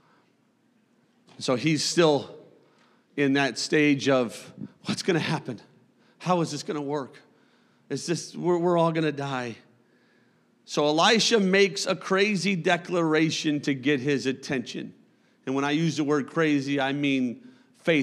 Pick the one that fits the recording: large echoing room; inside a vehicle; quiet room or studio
large echoing room